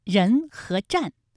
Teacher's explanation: 人的前鼻韵母是恩，战的前鼻韵母是安 · Term: 前鼻音